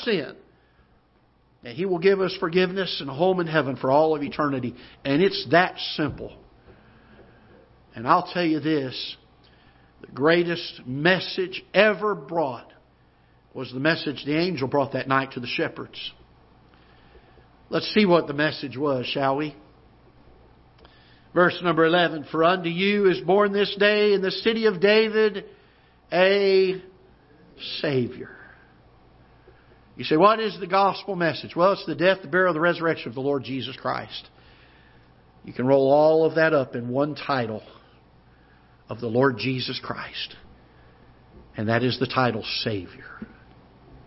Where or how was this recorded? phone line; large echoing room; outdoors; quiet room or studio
large echoing room